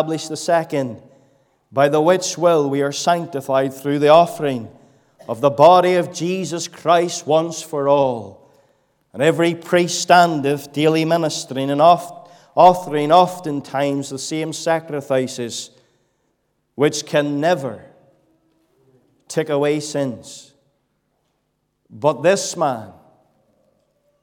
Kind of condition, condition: setting, large echoing room